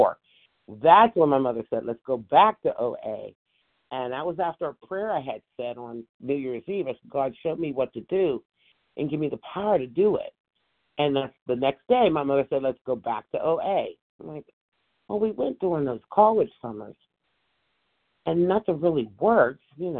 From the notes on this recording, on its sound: from the 100 Pounders Phone Meeting, 1/17/24